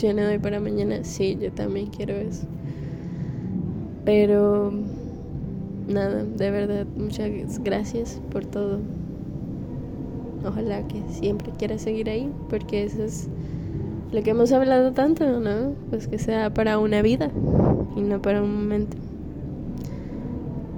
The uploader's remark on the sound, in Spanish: Exteriorizando un poco el sentir, con ruido de fondo.